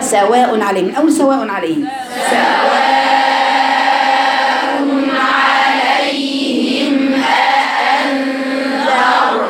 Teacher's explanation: لابد إني أظهر همزتين صحيحتين مفتوحتين · Term: تحقيق